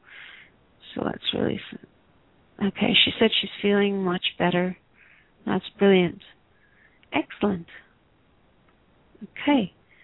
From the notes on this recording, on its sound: Takes your calls for healing live today!